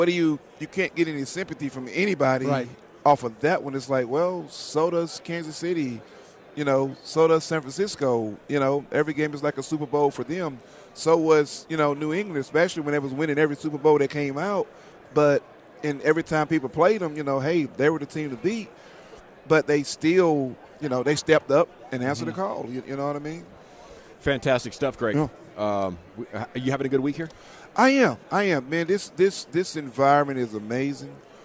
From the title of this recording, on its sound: live from Super Bowl Raido Row